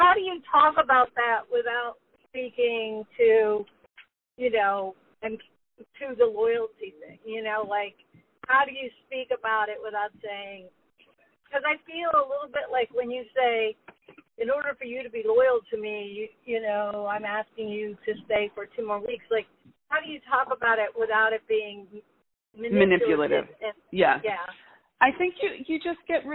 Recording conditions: phone line